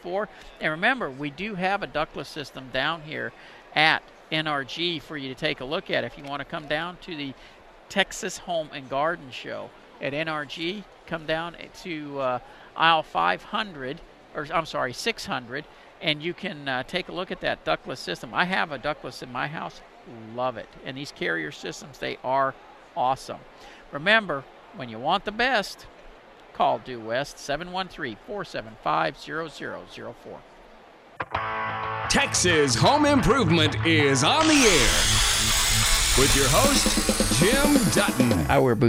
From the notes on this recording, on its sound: live from NRG